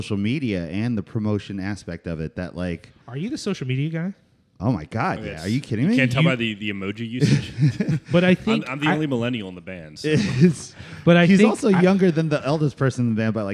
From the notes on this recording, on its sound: We decided to have a giant recording party! We invited basically everyone we knew.